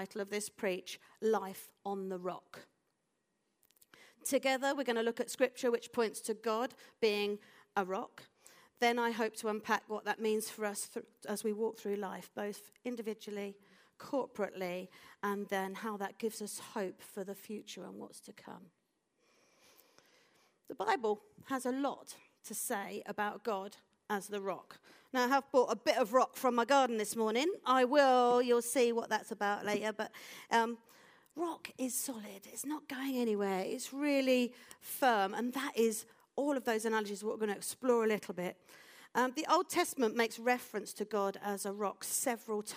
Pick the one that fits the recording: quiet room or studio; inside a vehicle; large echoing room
large echoing room